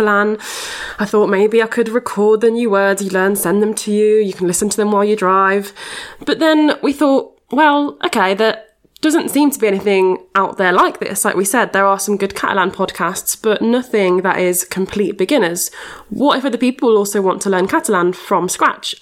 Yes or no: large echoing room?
no